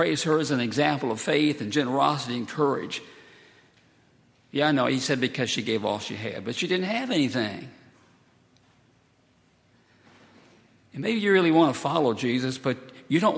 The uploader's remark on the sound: at Highland Baptist Church.